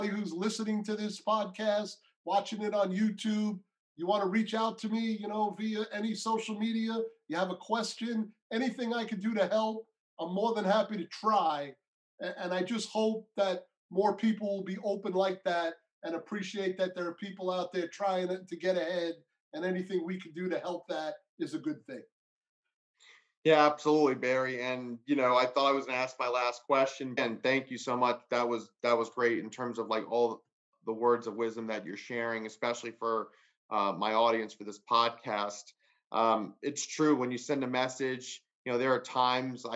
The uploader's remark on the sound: Their Zoom interview was the first time seeing each other in 10 years.